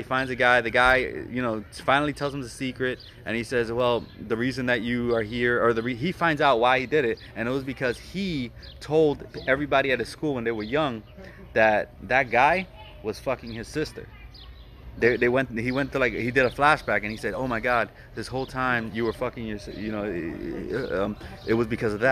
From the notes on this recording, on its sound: sorry about the noise we recorded it outside and our neighborhood is kinda noisy